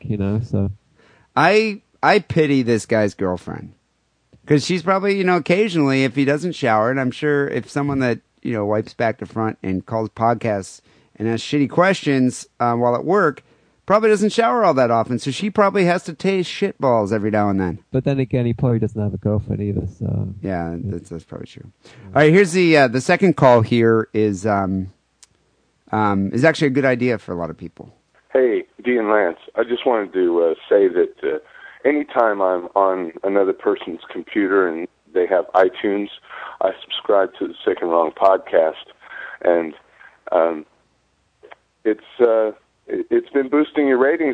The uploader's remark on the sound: Phone calls and listener email.